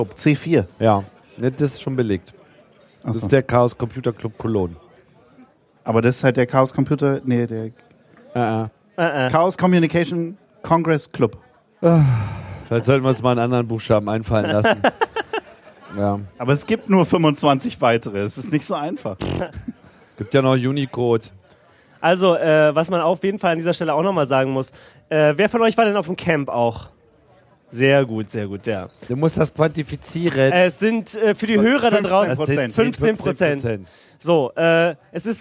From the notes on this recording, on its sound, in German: Es war Congress und wir waren dabei. Auf der Bühne des Sendezentrums. Tag eine unterhaltsame Zusammenkunft mit unseren Hörern vor Ort.